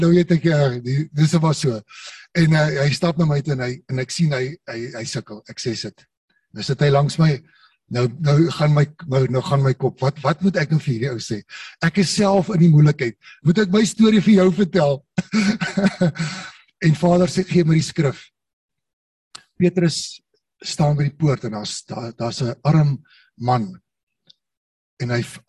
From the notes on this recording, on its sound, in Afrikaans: Manne van die Woord Zoom Byeenkoms 29 Maart 2022